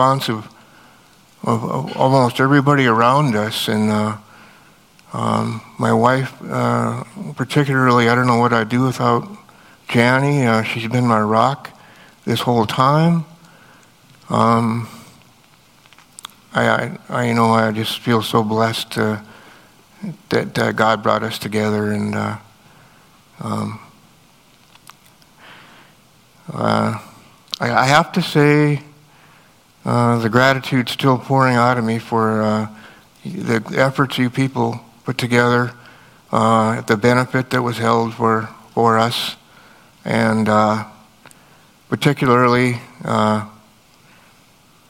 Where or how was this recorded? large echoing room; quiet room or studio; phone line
large echoing room